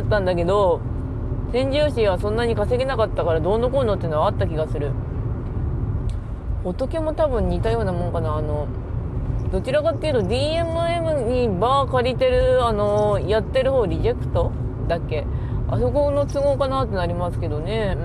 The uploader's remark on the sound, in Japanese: 休日に車の中でぐだる。From Radiotalk。